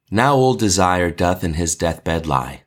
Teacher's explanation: every line is an iambic pentameter, meaning there's 10 syllables, starting with an unstressed syllable followed by a stressed syllable